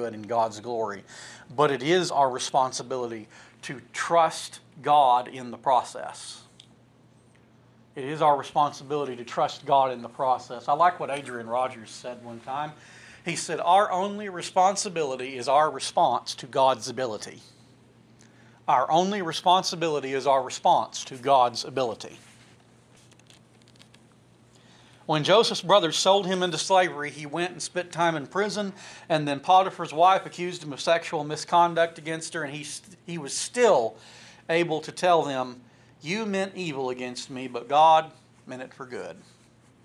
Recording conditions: large echoing room